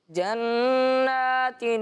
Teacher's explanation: اس طرح پڑھیں کہ نون مشدد میں غنہ ہو